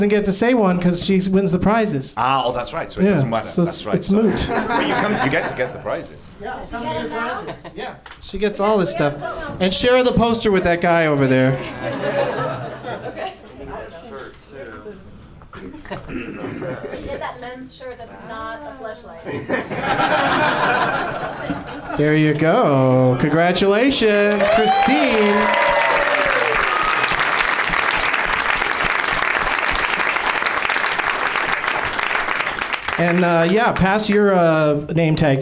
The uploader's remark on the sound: Live from the NerdMelt Showroom in LA